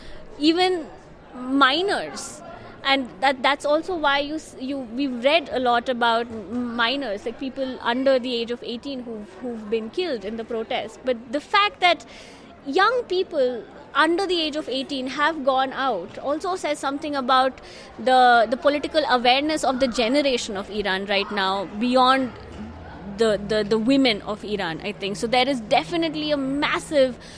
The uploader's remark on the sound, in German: Auf einem Podium beim International Journalism Festival in Perugia sprachen Vertreter innen von sogenannten „Exil-Medien“.